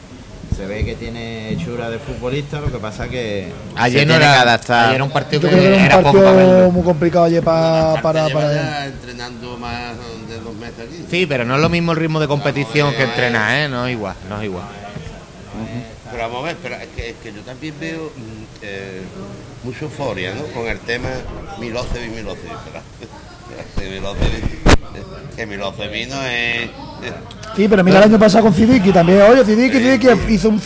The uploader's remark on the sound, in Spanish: emitido En directo desde el restaurante del Club Náutico Saladillo